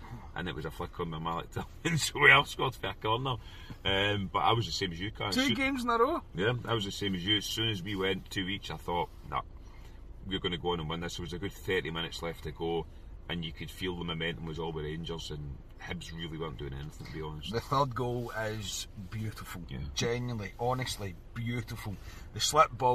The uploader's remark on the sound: reaction from the car after leaving Ibrox